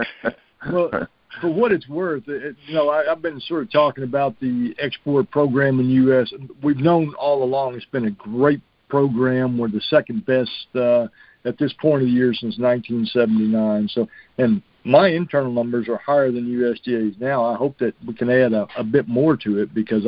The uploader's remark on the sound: Monthly Conference Call